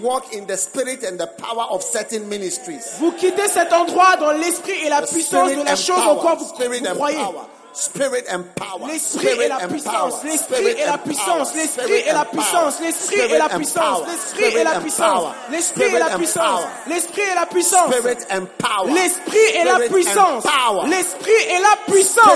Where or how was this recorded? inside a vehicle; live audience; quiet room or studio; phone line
live audience